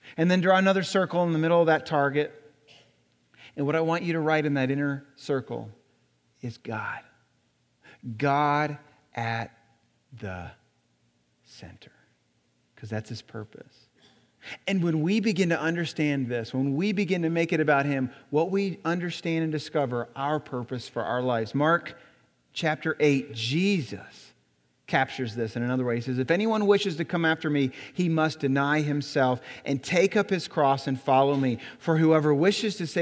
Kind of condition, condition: setting, large echoing room